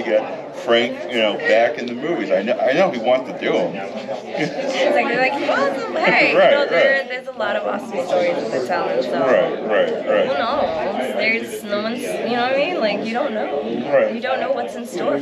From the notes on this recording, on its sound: live from Pittsburgh's Horror Realm Con 2023